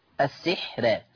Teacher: شوفوا الراء مفتوحة قبلها سين بس بينهم حرف الحاء، تبقى حاجز، الكلام واضح. ترقيق راء السحر لأن الحاء الساكنة ليست بحاجز، مش حاجز، مش هتحجز، ليست بحاجز بين السين المكسورة والراء الايه المفتوحة، يبقى مش هعتد بالحاء دي كأنها مش موجودة.